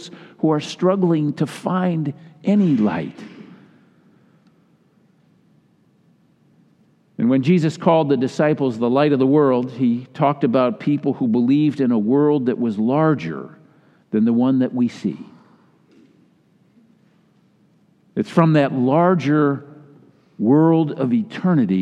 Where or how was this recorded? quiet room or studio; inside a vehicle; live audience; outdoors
live audience